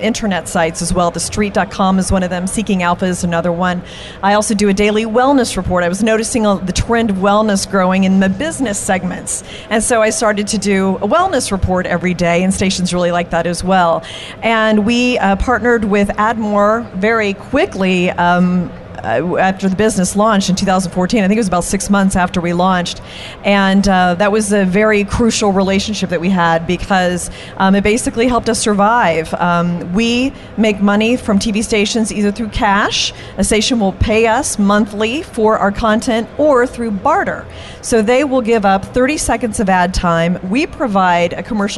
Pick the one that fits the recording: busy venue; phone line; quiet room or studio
busy venue